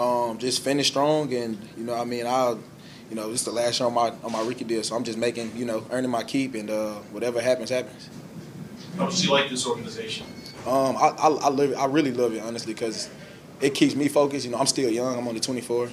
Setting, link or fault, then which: setting, busy venue